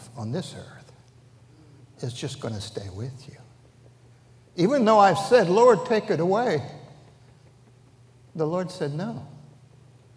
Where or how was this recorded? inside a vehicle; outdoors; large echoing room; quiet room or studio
large echoing room